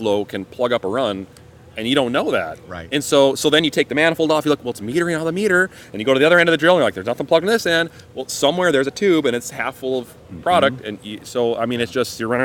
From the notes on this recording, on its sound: The show is still coming live from the Trade Show floor at Commodity Classic '22.